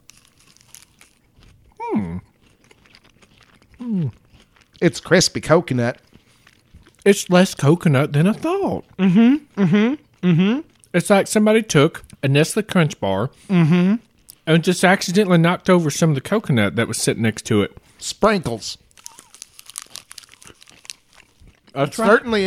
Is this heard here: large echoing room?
no